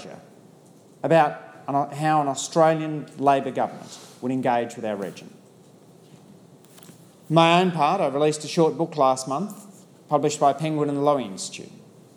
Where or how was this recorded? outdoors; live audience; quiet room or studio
live audience